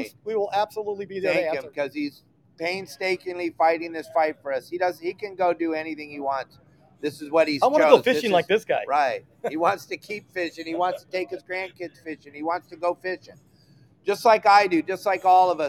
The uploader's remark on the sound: CCA LIVE AT THE PCS SHOW SETUP!